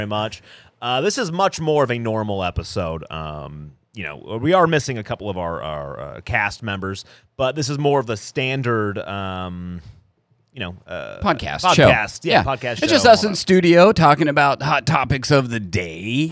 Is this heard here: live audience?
no